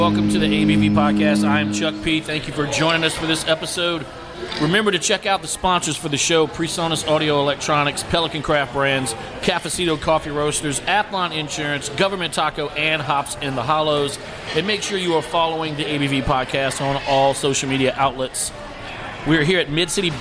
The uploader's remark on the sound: drops in to Mid City Beer Garden in Baton Rouge to enjoy some tasty beers